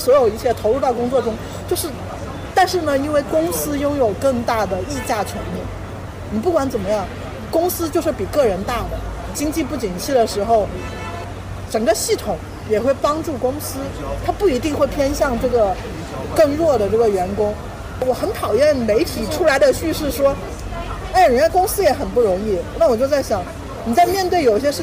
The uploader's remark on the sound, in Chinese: 室外录音，尝试降噪后声音古怪，保留了咖啡店杂音。